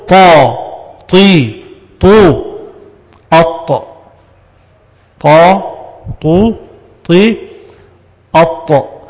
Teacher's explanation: استعلاء في درجة أقل من الاستعلاء المفتوح أو المضموم اللي هو الاستعلاء الساكن